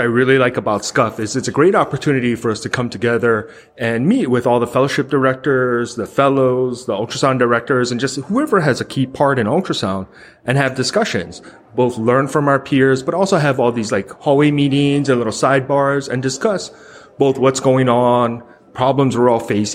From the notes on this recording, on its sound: Traveled to Portland, Maine to do some on-the-street reporting at the annual conference for the Society of Clinical Ultrasound Fellowships (SCUF). What evolved was a series of incredible mini-interviews.